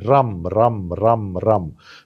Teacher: It's a stronger, it's a R. It's not rolled like in French, and it's not softened like in English. It's a powerful R. · Term: a Germanic R